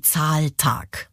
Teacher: Das Coole ist, beide Silben werden gleichermaßen betont. · Term: Spondeus